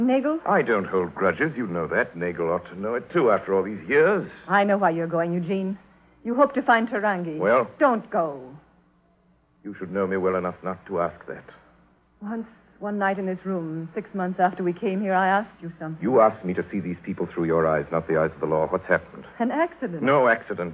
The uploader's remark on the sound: Take calls from around America and feature a recorded interview with the people who are in charge of the Glenn Miller Museum in Iowa.